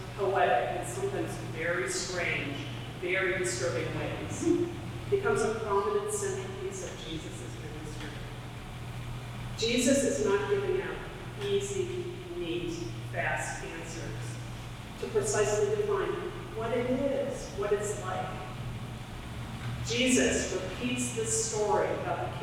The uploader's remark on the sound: Technical difficulties with the church audio system prevented a clear recording.